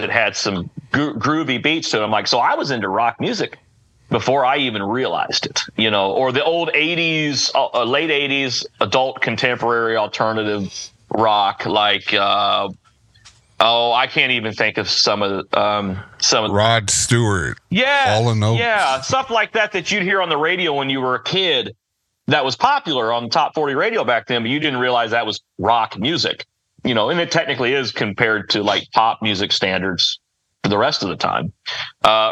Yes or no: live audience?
no